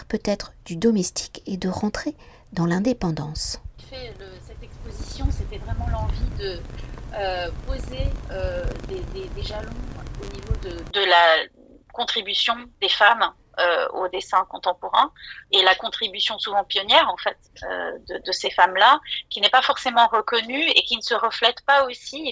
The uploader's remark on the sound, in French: À Paris, le 14 mars 2023, entretien réalisé par téléphone.